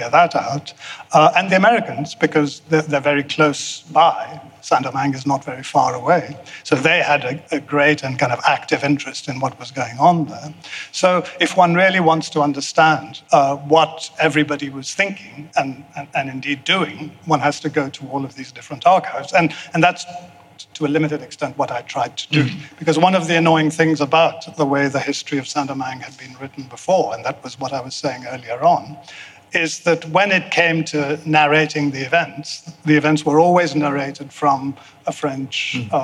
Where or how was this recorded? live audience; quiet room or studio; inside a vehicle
live audience